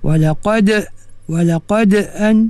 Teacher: Walaqad qalqalah sughra, ya. Walaqad, jangan kuat sangat. Kalau kuat sangat jadi kubra.